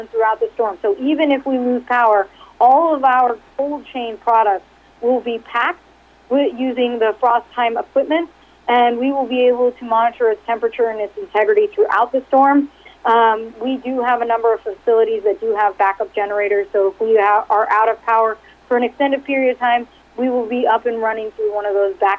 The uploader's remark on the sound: Progressive Care Conference Call for Q3 2019